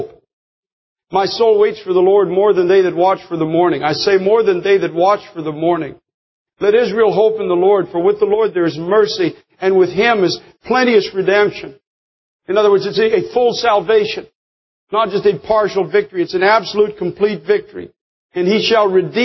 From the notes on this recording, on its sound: preached this powerful message in the year 2003 at Times Square Church